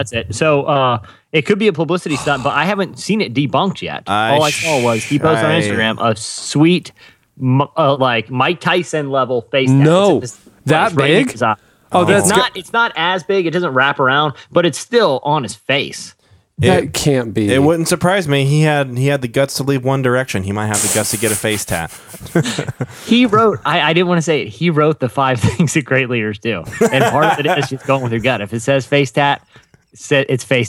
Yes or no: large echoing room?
no